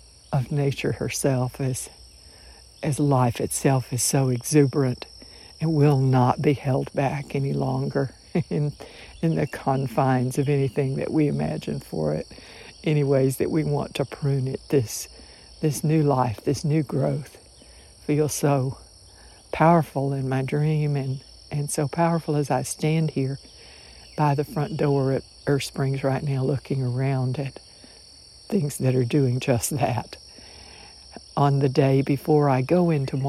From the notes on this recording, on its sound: I stood on the porch this morning and recorded spontaneously with my phone what I was thinking and feeling, without prior consideration or any editing afterward.